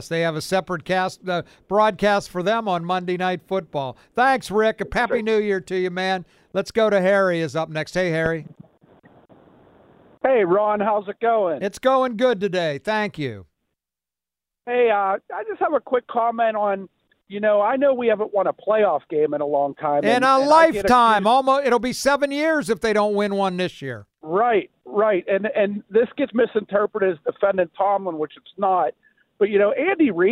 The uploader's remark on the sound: More open phone lines. More listener phone calls.